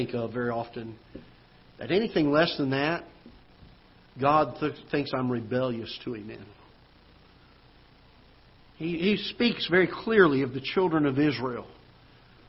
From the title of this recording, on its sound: Ketha Heights Baptist Church ~ Live Broadcast